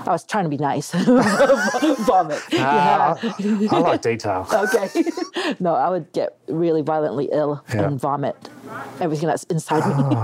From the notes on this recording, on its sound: This interview was recorded at the Canadian Summer Camp